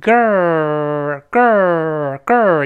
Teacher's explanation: 话：A boy or agirl？哎，女孩降的。注意这女孩的发音啊，G I RL，这个美式发音不好读，它是发 girl，girl。得先发 a，然后字母 r 再勾舌头